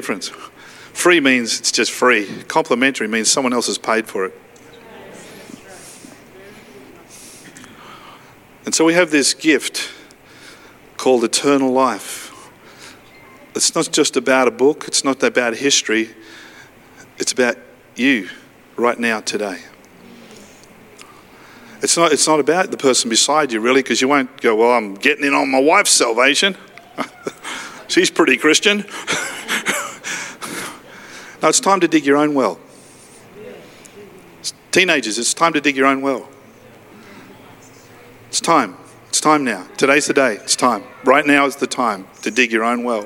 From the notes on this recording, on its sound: live at Freshwater Church on Good Friday the 15th of April 2022